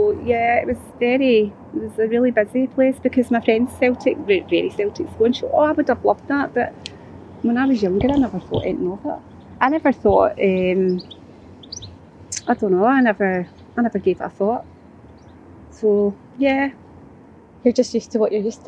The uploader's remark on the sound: In 2021 Today Museum Parkhead took to the streets of Glasgow's Eastend to 'walk and talk' with local residents. Our one-to-one sessions allowed us to gather LIFE stories as part of our Creative Communities residency for Glasgow Life.